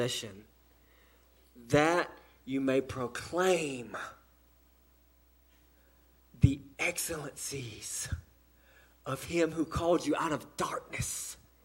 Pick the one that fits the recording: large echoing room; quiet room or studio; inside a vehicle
large echoing room